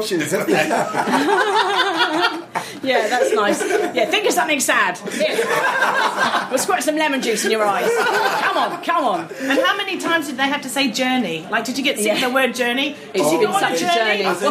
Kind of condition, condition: setting, busy venue